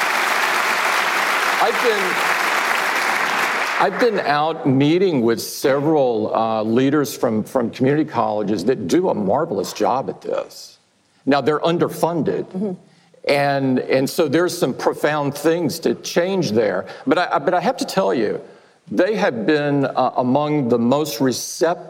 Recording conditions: live audience